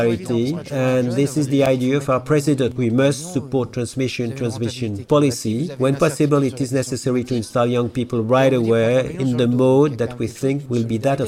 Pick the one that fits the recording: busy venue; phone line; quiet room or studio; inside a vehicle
busy venue